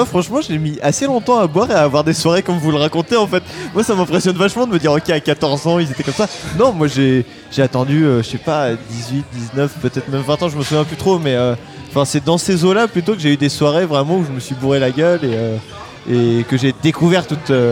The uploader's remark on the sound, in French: Épisode enregistré chez Touller outillage (Paris 11e).